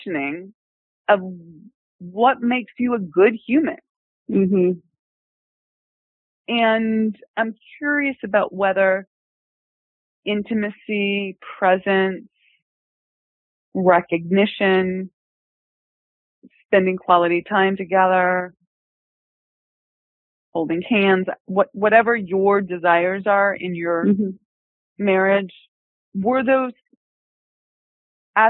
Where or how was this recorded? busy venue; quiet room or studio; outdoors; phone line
phone line